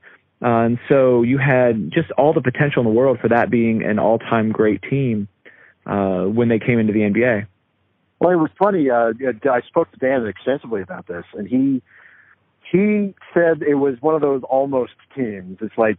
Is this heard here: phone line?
yes